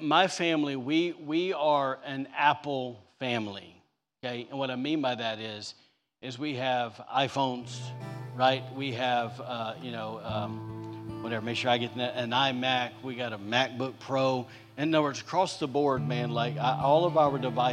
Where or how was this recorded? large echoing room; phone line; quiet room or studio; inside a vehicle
large echoing room